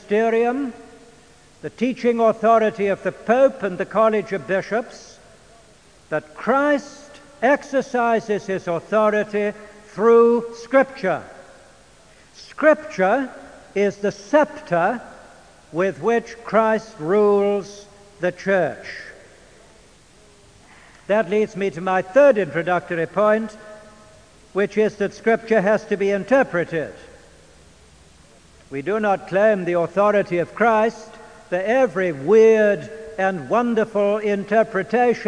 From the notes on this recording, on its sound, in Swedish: Inspelad i Immanuelskyrkan, Stockholm 1992-05-22 klockan 14.